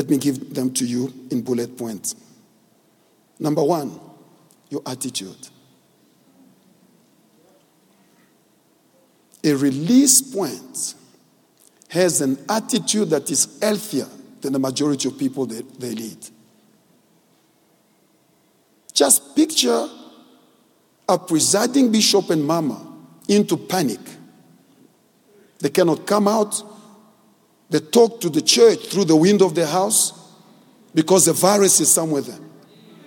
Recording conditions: large echoing room